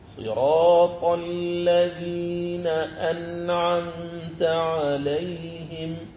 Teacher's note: النون جاء بعدها العين، أنعمت عليهم، فأظهرت النون الساكنة وأظهرت حرف العين · Term: الإظهار